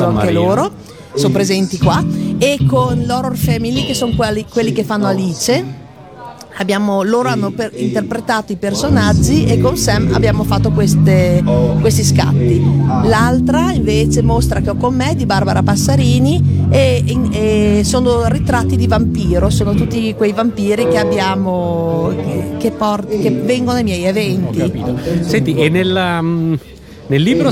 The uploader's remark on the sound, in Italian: Da San Marino Comics 2020 la nostra intervista